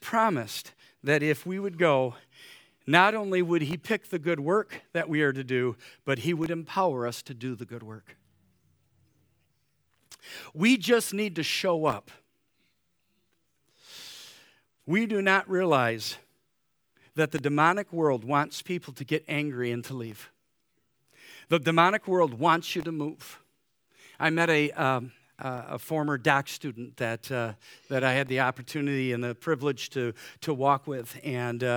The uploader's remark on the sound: Easter Morning service